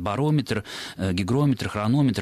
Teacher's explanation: все эти слова имеют ударение на предпоследнем слоге